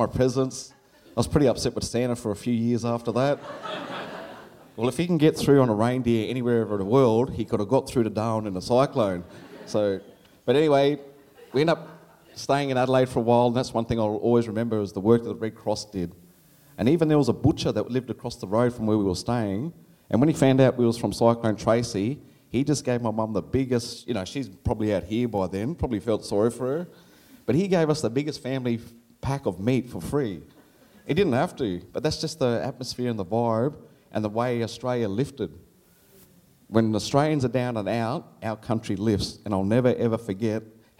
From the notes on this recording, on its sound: SPUN: True Stories Told in the Territory is a live storytelling event. Popping up at different venues across Darwin.